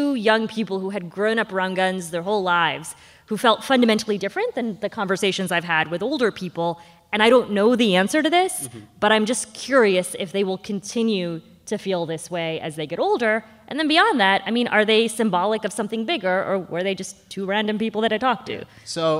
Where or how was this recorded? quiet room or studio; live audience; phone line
live audience